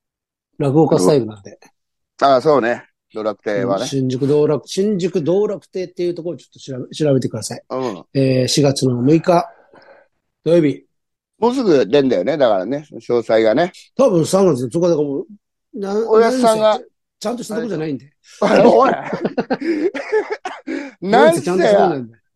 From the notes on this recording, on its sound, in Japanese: ZOOMで収録